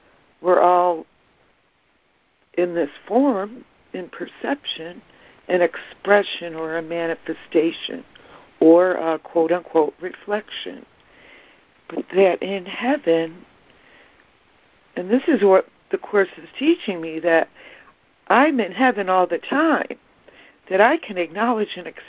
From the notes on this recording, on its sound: ACIM Daily Conference Call.